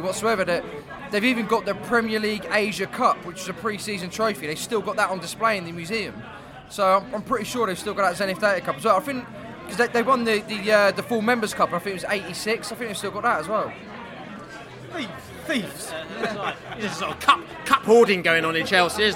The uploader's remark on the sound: Chelsea pre-match podcast from the pub